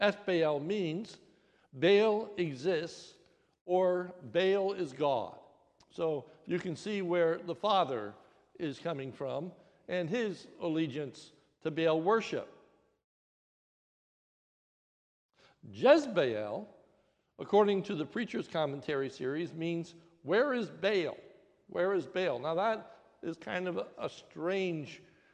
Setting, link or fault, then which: setting, large echoing room